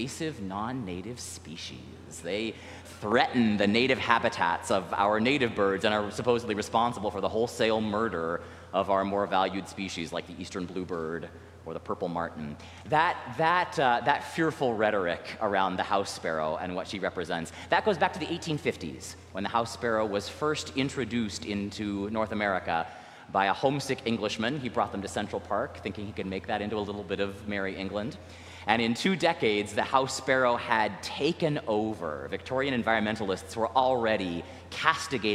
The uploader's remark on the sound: recorded live at the 10:00am service on Sunday, June 25th, 2023